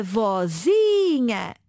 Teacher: O acento tónico avança uma posição.